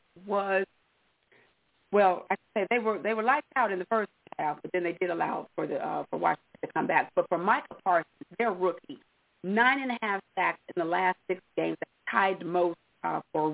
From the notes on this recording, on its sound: Your phone calls.